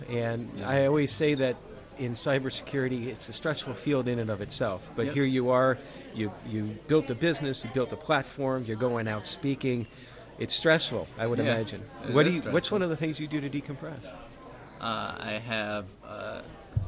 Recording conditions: busy venue